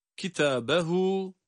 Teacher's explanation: burada hem ta hem de ha harfi birer elif miktarı uzatılmakta.